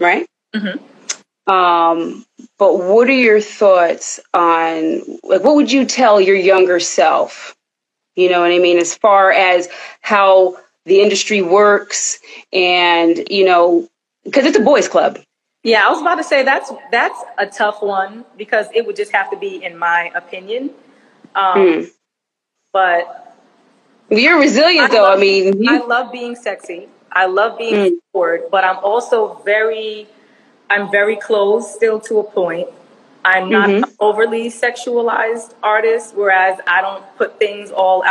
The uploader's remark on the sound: special Instagram Live #WFH edition